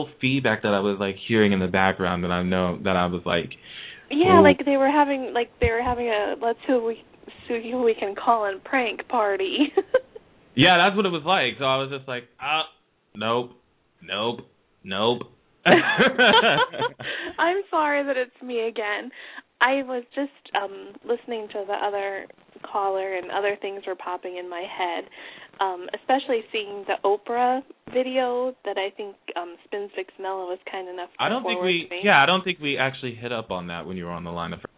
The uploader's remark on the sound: we open the phone lines to the fans